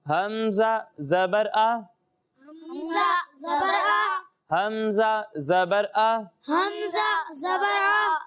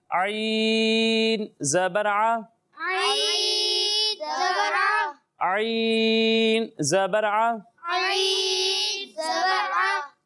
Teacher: حمزہ کو حلق کے نیچے والے حصے سے اور عین کو حلق کے درمیان والے حصے سے پڑھیں گے